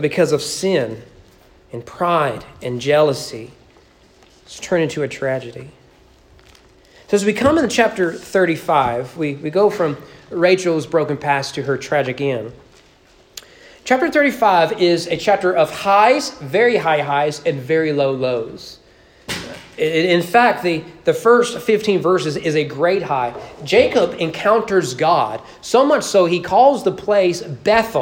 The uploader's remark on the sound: Sermon preached at East Frankfort Baptist Churh on Decembe 12, 2021 during morning worship.